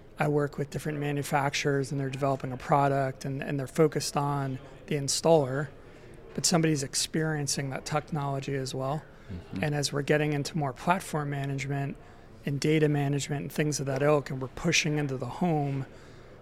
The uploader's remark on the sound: Plus, more of the best discussions from a packed Solar and Energy Storage Summit in San Francisco. Live from the Wood Mac event.